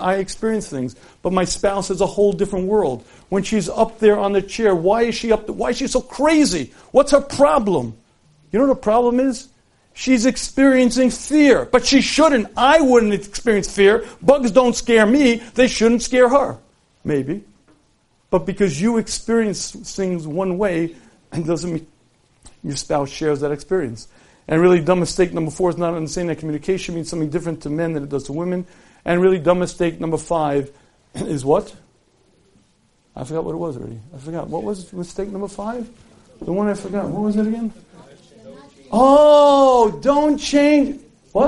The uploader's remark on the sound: Recorded live at Chazaq.